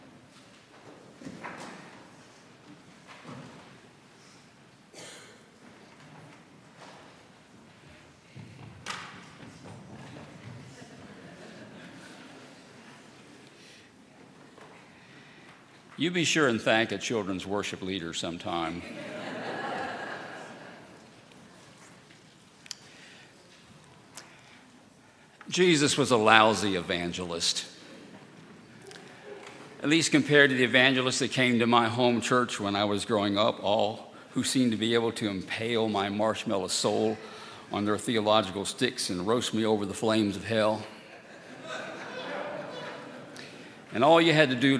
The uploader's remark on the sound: at Highland Baptist Church